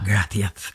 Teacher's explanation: My father was a Gallego from Galicia, and so they had the very strong TH sound